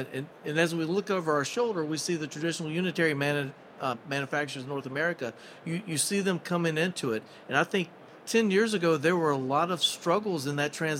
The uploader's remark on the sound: This episode recorded live at the 2024 AHR Expo.